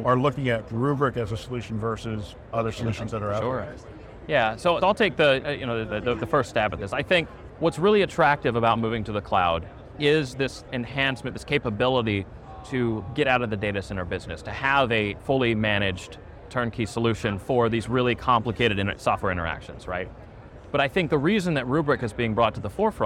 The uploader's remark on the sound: an Interview in Action live from HIMSS 2023